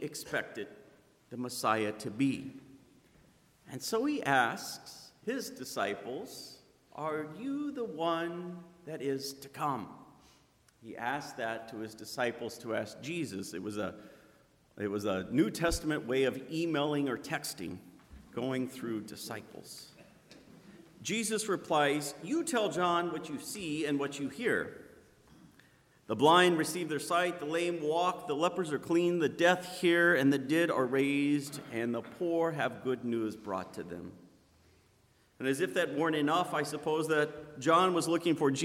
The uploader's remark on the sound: Sermon preached on Sunday, December 15th at Zion Lutheran Church in Muscatine, Iowa. Sermon preached on Sunday, December 15th at Zion Lutheran Church in Muscatine, Iowa.